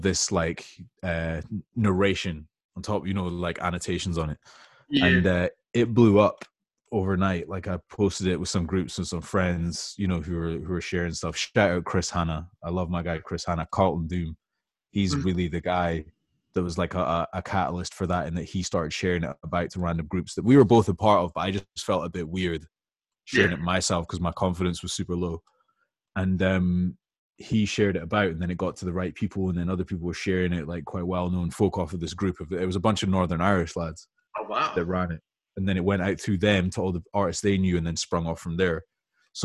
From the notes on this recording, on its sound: I honestly didn't wanna hop off the zoom call with him.